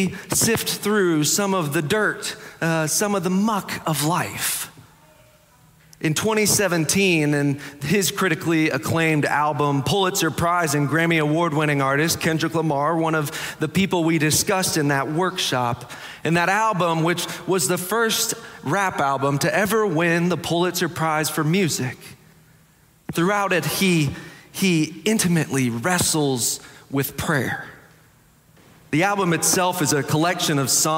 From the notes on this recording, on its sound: Preached on May 21, 2023 for our Sanctuary Worship Service.